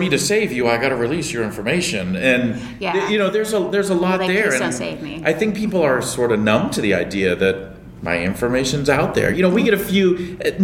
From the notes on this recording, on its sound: Live once again from Enfuse Conference 2017 in Las Vegas. Live once again from Enfuse Conference 2017 in Las Vegas.